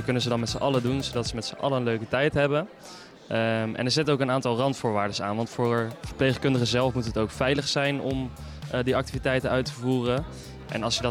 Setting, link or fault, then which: setting, busy venue